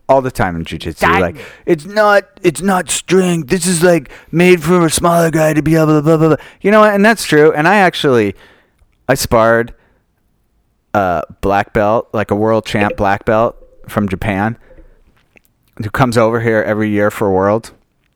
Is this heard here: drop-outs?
no